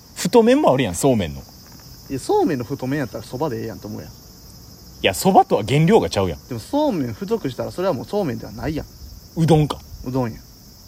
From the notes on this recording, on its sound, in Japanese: 公園で収録しているので環境音が入っています